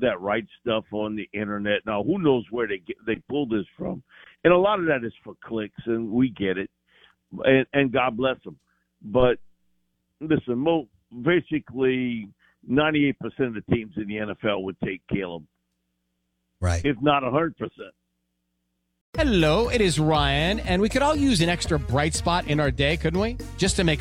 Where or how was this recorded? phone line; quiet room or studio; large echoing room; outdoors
phone line